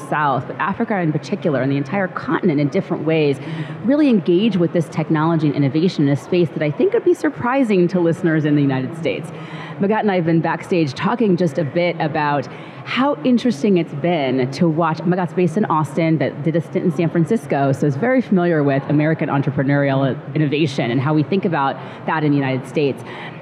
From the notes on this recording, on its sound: live from Consensus 2023 in Austin, Texas